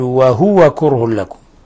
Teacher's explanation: تنوين ضم جاء بعده اللام، الحكم التجويدي إضغام بغير غنة